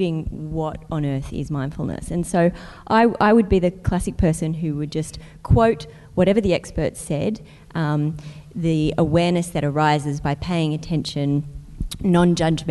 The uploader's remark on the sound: PsychTalks Event. Thanks also to our event partner, Melbourne Knowledge Week. This podcast was recorded on Tuesday the 21st May at Hoyts Melbourne Central.